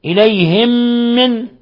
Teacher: ميم ساكنة جاء بعدها ميم متحركة، أدغمت الميم الأولى في الميم الثانية بما يسمى إدغام مثلين صغير، بما يسمى إدغام مثلين صغير.